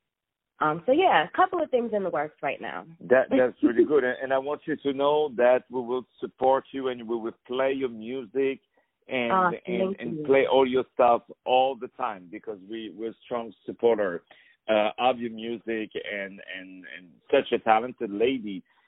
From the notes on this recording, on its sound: On the phone